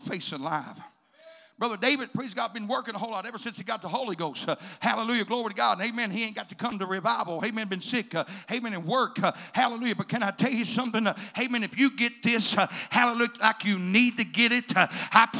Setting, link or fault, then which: setting, large echoing room